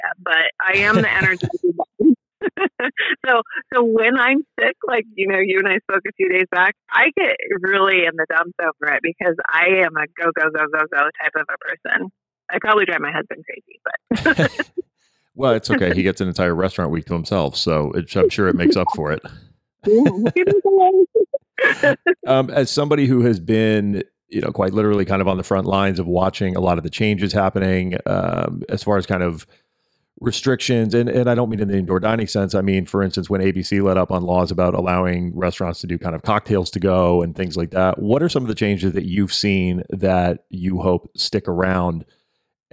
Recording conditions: phone line